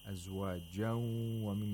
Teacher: Now we have إدغام of نون ساكنة مع الغنة in the phrase أزواجا ومن. · Term: إدغام مع الغنة